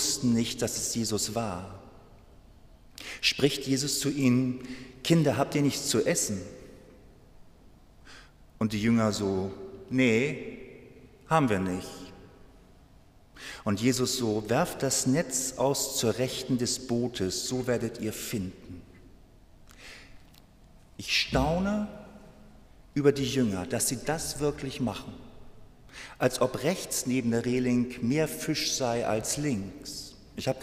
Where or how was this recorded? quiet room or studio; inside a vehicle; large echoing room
large echoing room